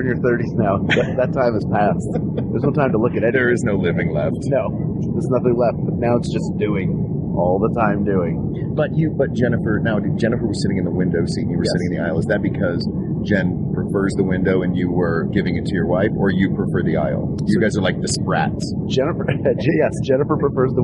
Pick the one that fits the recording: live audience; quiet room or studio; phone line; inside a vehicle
inside a vehicle